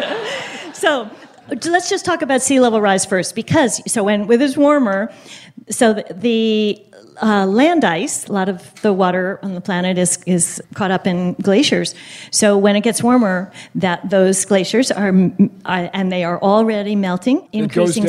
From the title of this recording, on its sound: StarTalk Live!